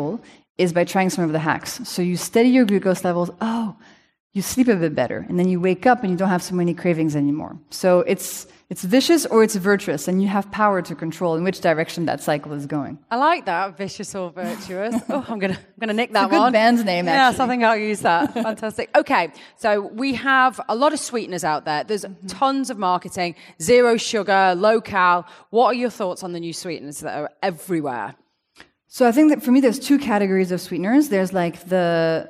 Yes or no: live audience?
yes